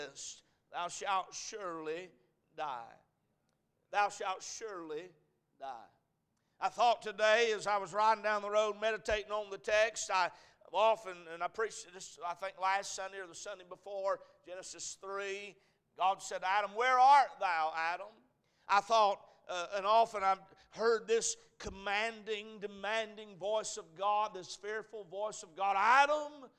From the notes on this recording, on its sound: A message preached at Crossroads Baptist Church